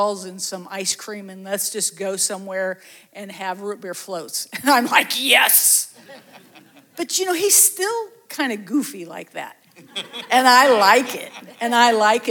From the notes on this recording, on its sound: These episodes were recorded live at our 2023 Calvary Marriage Seminar.